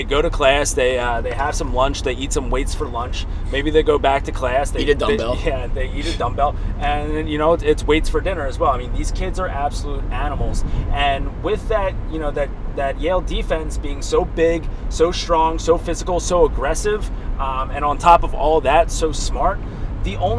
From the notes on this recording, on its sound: The boys hit the mics on the car ride home from Gillette